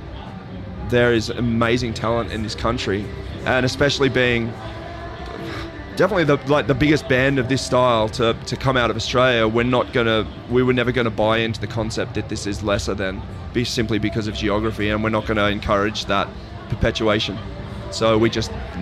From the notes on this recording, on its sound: We go backstage at Good Things Festival in Sydney to chat with a bunch of the acts on the line-up.